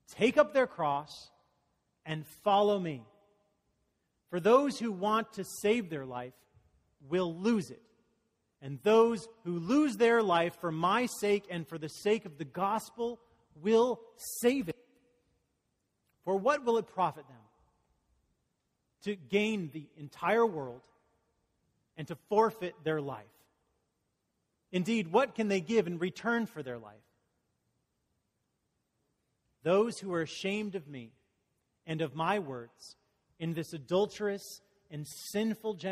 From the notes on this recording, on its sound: Message delivered during the Conteporary Worship service.